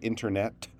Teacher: you should feel a little puff of air on that last T, and that gives you the space between internet and suddenly.